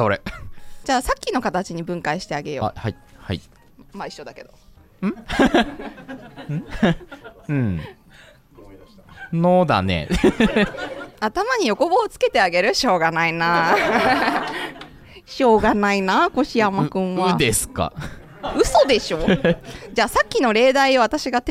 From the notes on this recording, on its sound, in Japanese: 今回はゆる書道学ラジオ、初の公開収録です。はじめての公開収録。